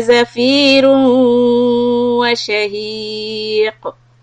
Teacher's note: wa shahiq, end with heavy qalqala.